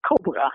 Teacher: the first syllable has primary stress and the second syllable has secondary stress and the four vowels, it's not schwa.